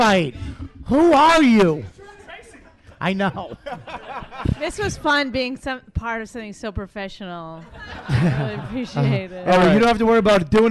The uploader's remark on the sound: Goes live in front of a studio audience from the Gotham Comedy Club in New York City.